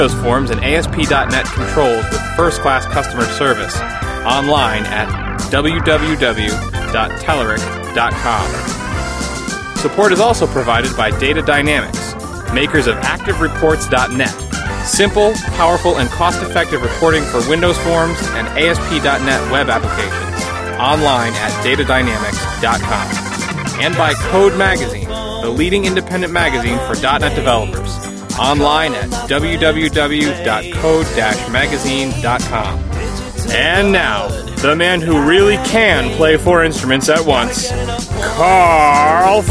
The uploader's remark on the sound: at the DevTeach conference in Toronto